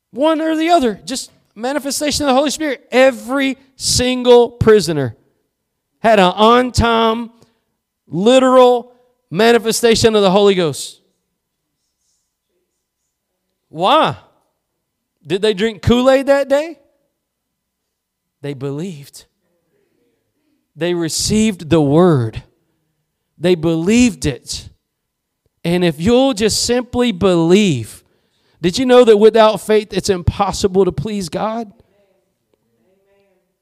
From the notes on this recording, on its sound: Preached at Gospel Lighthouse in Bossier City, La.